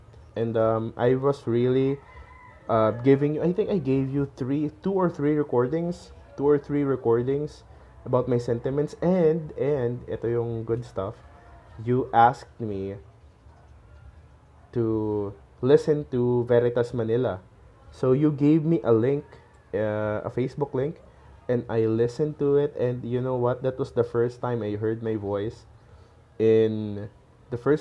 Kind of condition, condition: fault, sounds in the background